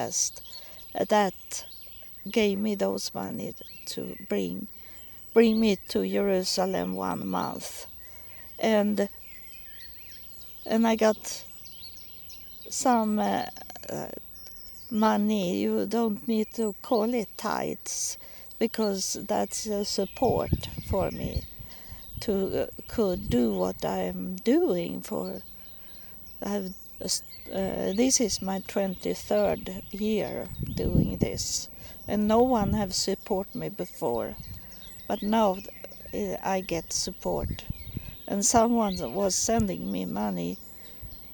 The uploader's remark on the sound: Recording in the park